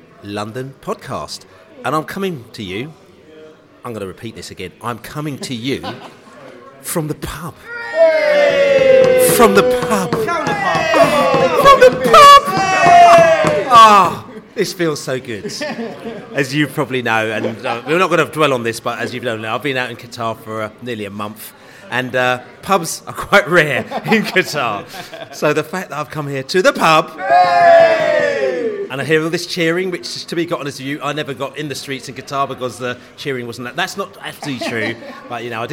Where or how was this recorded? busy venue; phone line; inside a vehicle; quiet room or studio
busy venue